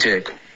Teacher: Jerk,你要嘟嘴 J,然后要有一个儿化音 Jer